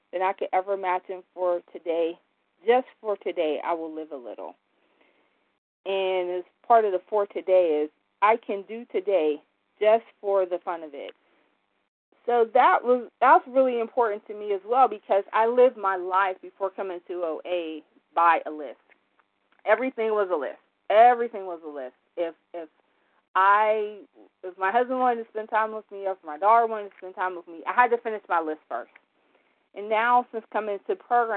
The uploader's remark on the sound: from the 100 Pounders Phone Meeting